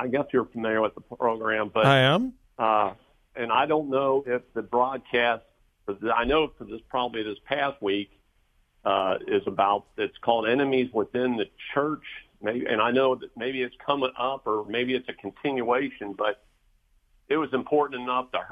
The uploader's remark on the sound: Open Phone Friday.